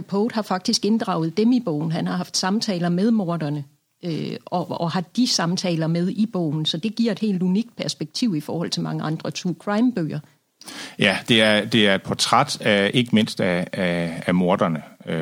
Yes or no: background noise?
no